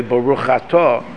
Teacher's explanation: when you say Baruch Atah, it tends to run together if you don't consciously pause a drop, and you say Baruch Atah, as if it's one word, Baruch Atah, and the Aleph gets swallowed up.